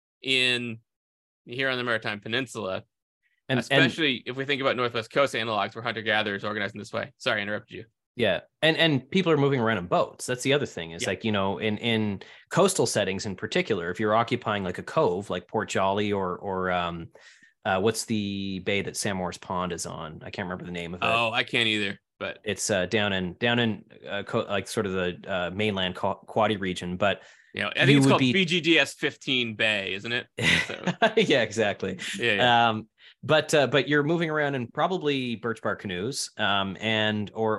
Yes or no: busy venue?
no